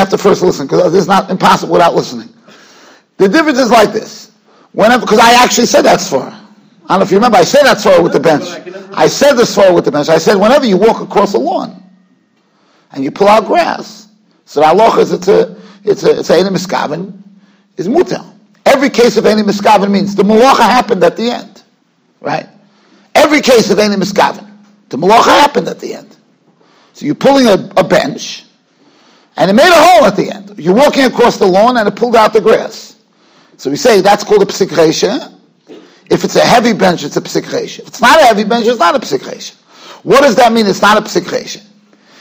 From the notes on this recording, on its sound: Shiur recorded in Yeshivas Ohr Reuven, Monsey, NY.